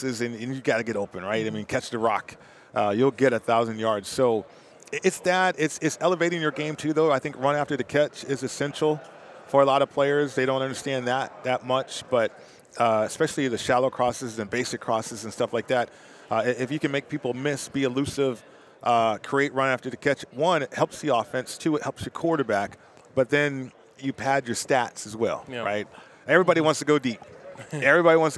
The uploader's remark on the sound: live from Radio Row in Phoenix, the site of Super Bowl LLVII